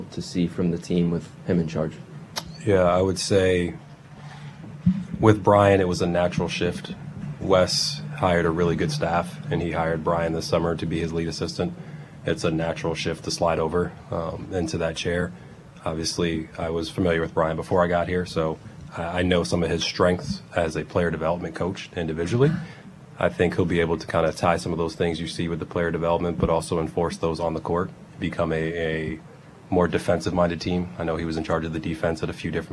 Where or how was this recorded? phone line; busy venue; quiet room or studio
busy venue